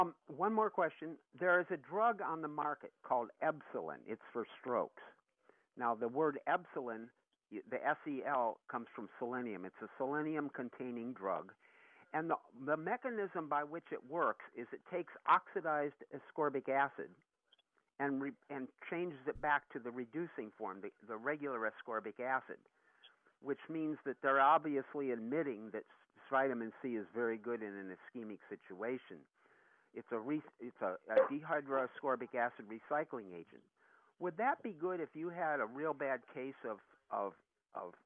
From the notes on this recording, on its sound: Many live calls dictate the topics of conversation.